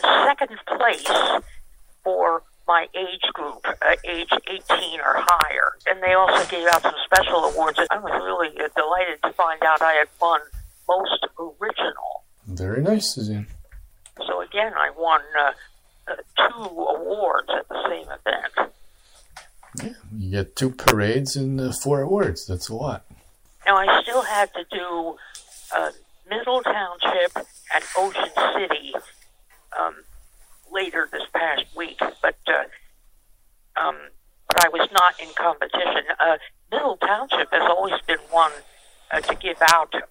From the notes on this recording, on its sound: Live from Cape May. Phone interview.